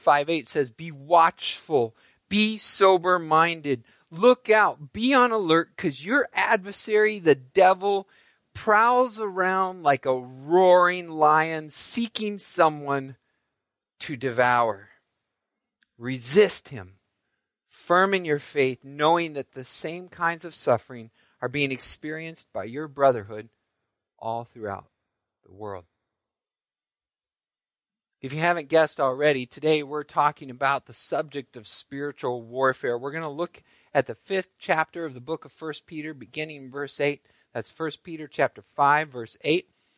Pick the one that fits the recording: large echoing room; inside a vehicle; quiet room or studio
large echoing room